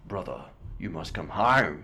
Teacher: he breaks on that O sound